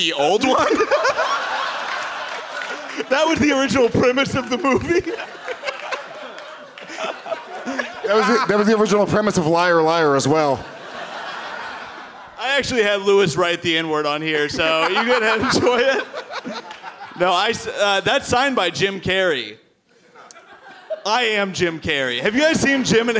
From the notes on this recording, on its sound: Live from the Gramercy Theatre in New York City.